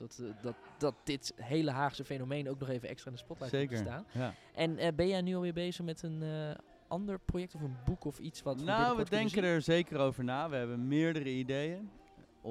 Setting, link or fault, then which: setting, busy venue